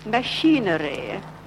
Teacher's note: with the second finger on the nose, she gets the nasal sounds, the M and N sounds